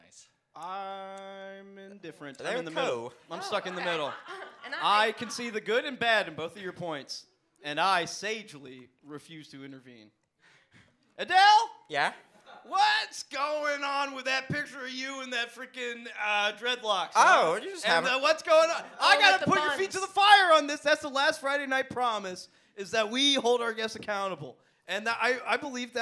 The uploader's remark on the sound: IT'S OUR FIRST LIVE EPISODE!!! At our favorite restaurant.